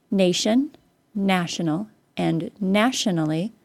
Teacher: The al suffix, when added to any other suffix, also won't cause a syllable stress to move. Nation, stressed on the first syllable, keeps its stress in the same spot for national and keeps it in the same spot for nationally. Nation, national, and nationally will all be stressed on the same syllable because of the tion in each of those words.